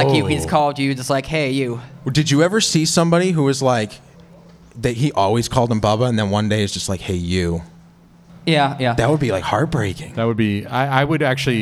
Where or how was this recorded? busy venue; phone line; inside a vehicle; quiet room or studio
busy venue